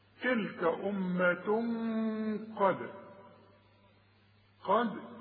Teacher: قد الداله بنقلقلها علشان الشرط بتاعها السكون